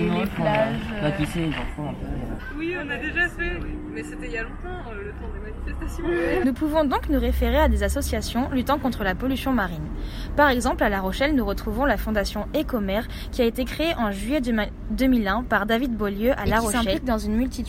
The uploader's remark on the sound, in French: Elles ont effectué un micro-trottoir.